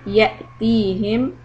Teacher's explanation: Make sure the Hamza is a little hiccup.